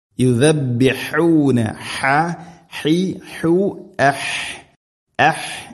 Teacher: തൊണ്ടയുടെ മധ്യഭാഗമാണ് ഹ.